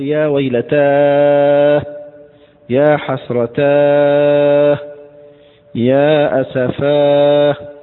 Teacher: عليك أن تمد في الألف قبلها ست حركات مدا مشبعا لإظهار التفجع والحسرة والندبة